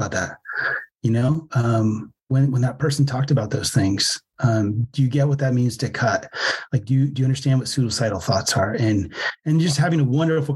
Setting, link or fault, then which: link, video call